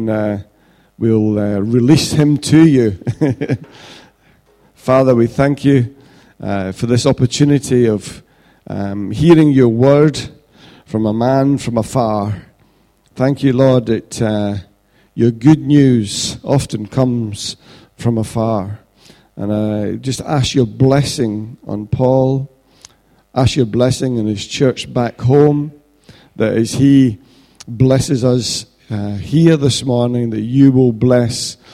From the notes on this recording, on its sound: Recorded at freedomcentre church, Preston.